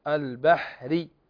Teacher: فالبحر هنا كلمة البحر عندنا الراء هنا لو وقفنا عليها لأصبحت ساكنة، وما قبلها ساكن هو الحاء، وما قبله مفتوح فتفخم، تفخم قولا واحدا. لكن في حال الوصل البحري فترقق هذه الراء